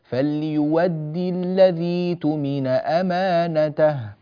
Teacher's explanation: الذي تمن، لا تهمز بارك الله فيك، الذي تمن بياء من غير أن تمدها